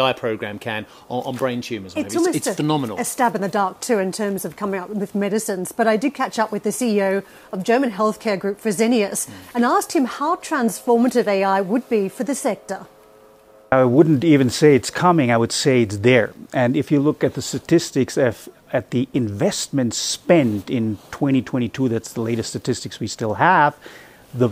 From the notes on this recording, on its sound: We are live in Davos at the World Economic Forum